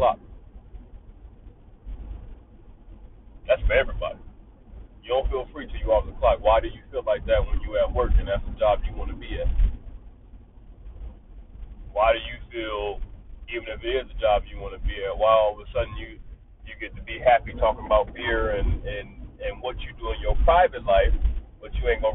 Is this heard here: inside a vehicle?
yes